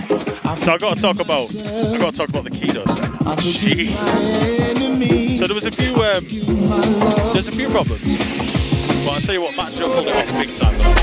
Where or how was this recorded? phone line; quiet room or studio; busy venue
busy venue